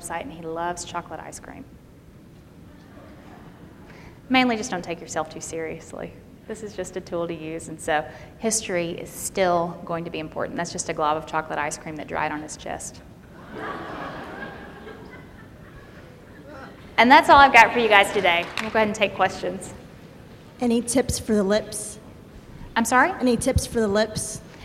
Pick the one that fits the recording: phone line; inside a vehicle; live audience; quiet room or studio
live audience